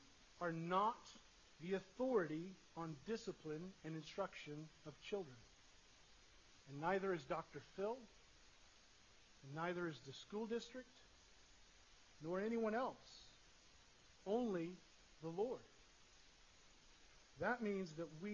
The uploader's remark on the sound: Sorry for the poor audio quality.